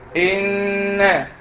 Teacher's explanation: ان، عشان عليها شده، النون اللي عليها شده بقف عليها شويه · Term: غنة